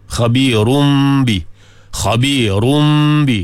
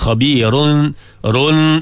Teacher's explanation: makna kita gantikan huruf nun itu dengan bunyi mim · Shown in: first take · Term: iqlab